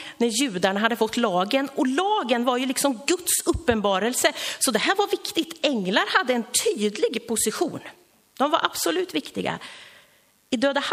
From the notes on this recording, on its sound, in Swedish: Inspelad under gudstjänst i Löfstadkyrkan i Tranås